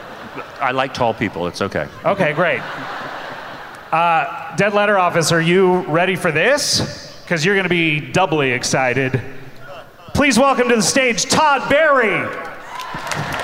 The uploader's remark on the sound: Live from Clusterfest